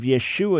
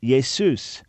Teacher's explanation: So right from the start, that change was made because in Greek, you don't have a sh sound, so the sh became suh, and instead of Yeshua, you had Jesus.